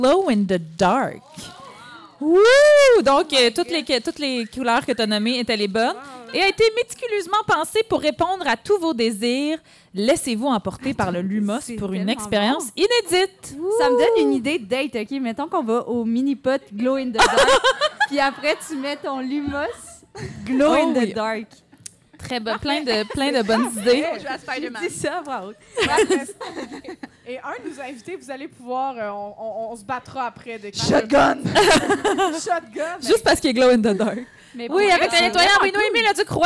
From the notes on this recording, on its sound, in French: Enregistré devant public au Café Tuyo à Montréal mercredi le 6 décembre 2023.